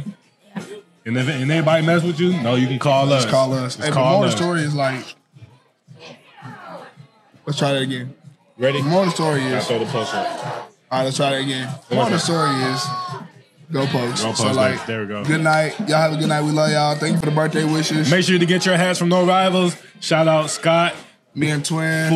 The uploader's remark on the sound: Recorded at Eskimo Joe's on Monday, January 15, 2024.